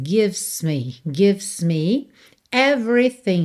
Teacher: Então, gives, você não pronuncia a letra E, do V vai pro S.